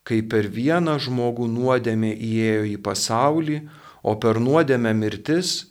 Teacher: pakyla intonaciškai, pasiekia tam tikrą viršūnę ir nusileidžia · Term: intonaciją